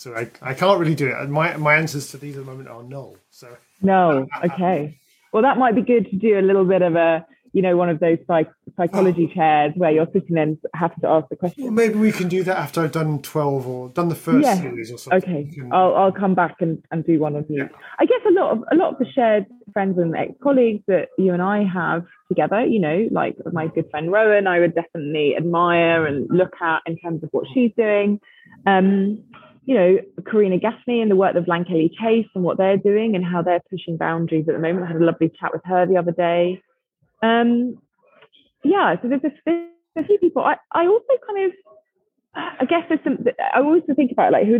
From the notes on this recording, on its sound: the connection wasn't great, so the sound is a little muddy